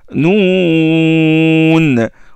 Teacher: Donc, il bloque, le bout de la langue bloque l'air et le son, il passe dans la fosse nasale et ça te sort ce noun-là. · Term: lettre noun